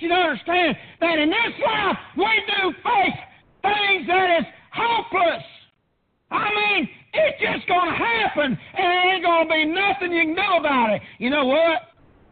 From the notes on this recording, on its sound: Preached on June 30th 2019 at Prayer Baptist Church.